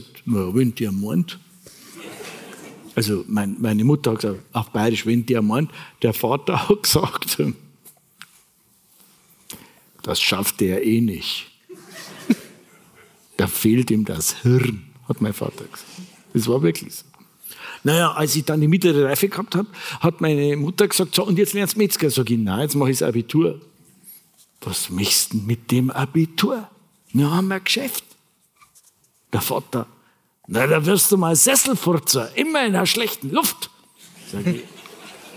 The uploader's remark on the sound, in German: Vor seinem Auftritt bei der Nacht der Autorinnen und Autoren, die die Süddeutsche Zeitung jedes Jahr für ihre Leserinnen und Leser veranstaltet. Im Münchner Volkstheater. Ein Live-Gespräch für den Podcast „München persönlich“. Gut 500 Zuhörerinnen und Zuhörer konnten so unmittelbar dabei sein, wie die Folge entstand.